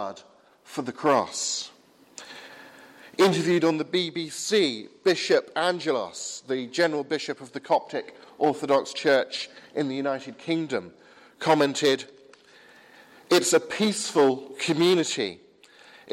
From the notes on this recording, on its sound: Advent service sermon from the 8 am service at Highfield Church, Southampton, 18th December 2016.